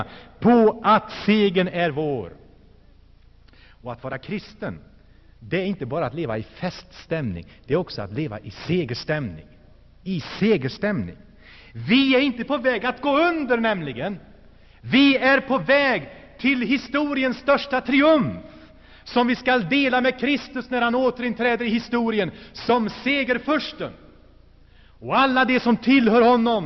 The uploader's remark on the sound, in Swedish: Inspelad i Saronkyrkan, G&#246;teborg 1984-11-18.